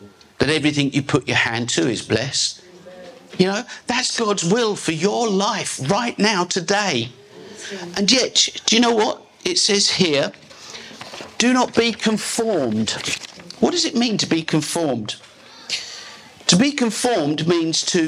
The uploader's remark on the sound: This is a live recording taken from a message preached at Glory Time Christian Center.